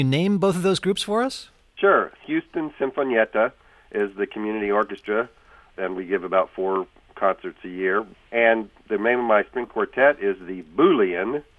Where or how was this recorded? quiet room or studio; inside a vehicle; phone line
phone line